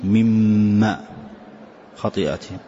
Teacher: يا نون مثل من نبأك وهكذا، يا نون ميم مما خطيئاتهم، أدغم الحرف الأول في الثاني، أصلها مم ما، فأدخلت الأول في الثاني وجعلت الثاني هو المشدد والأول حذفته، فقلت مما خطيئاتهم. · Term: إدغام بغنة